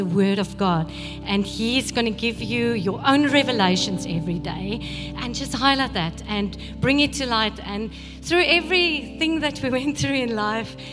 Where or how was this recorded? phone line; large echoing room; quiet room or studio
large echoing room